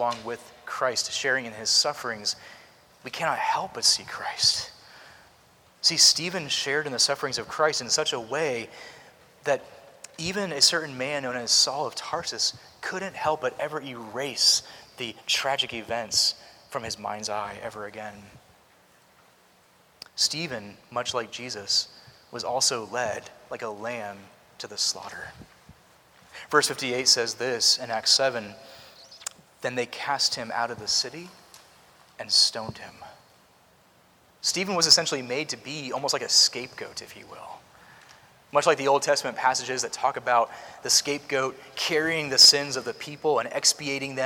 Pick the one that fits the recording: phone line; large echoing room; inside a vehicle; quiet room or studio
large echoing room